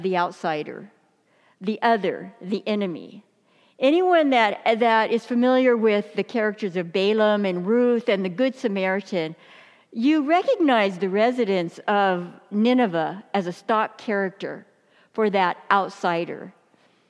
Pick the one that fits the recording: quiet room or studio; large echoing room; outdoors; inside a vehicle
large echoing room